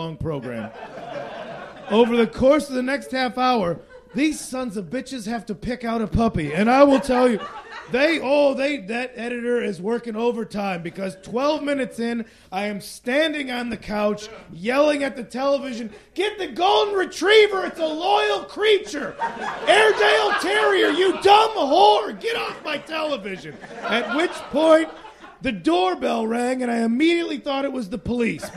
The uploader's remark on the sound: Battleship Pretension Live 4. At Meltdown Comics.